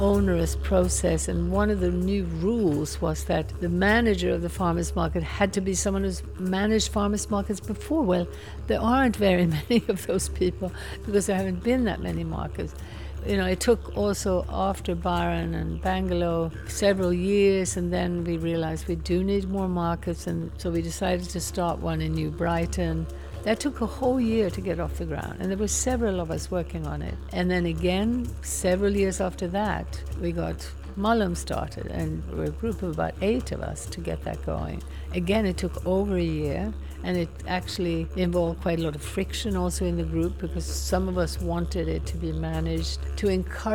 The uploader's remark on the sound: Wander through the farmers markets of the Shire recording our communities love for these iconic gathering spots. Byron Farmers Market.